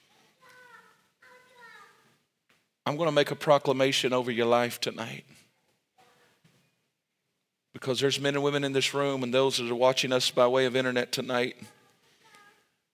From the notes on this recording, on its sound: This message was recorded LIVE Sunday Evening April 16, 2023